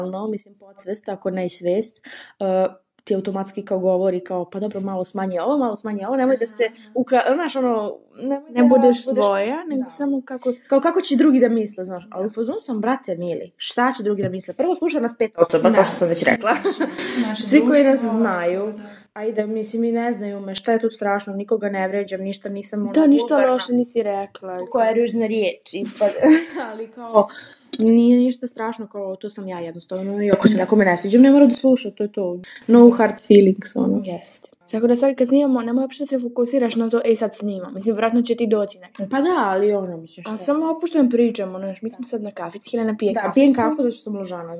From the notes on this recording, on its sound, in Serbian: Unapred se izvinjavamo za lošiji kvalitet zvuka, isprobavali smo novu metodu koja nije baš urodila plodom, ali barem znamo za ubuduće.